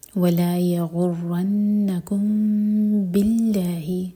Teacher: ہم اخفاء شفوی کریں گے ہونٹوں کو ٹائٹ بند نہیں کریں گے لیکن دو سیکنڈس کا ٹائم دیں گے